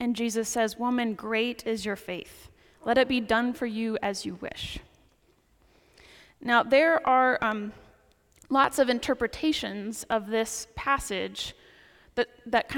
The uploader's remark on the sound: Preaches at the 10 am service on the Twelfth Sunday after Pentecost at St. Paul's Episcopal Church in Winston-Salem, NC.